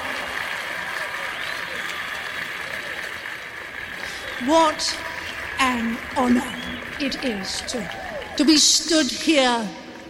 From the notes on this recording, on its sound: Live at PodUK. A live special recorded at PodUK 2019.